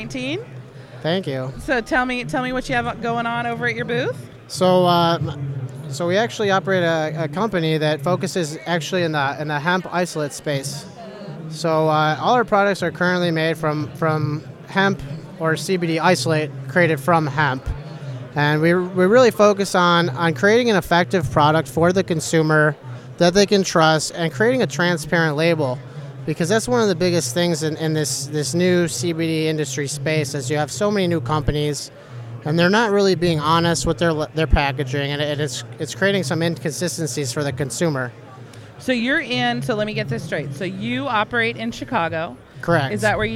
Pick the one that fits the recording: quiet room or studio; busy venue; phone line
busy venue